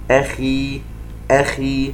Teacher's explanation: ننتبه إلى حرف الخاء المكسور، الخاء من أحرف الاستعلاء، لكن حرف الاستعلاء إذا ما كان مكسورا يأخذ أدنى مرتبة من مراتب التفخيم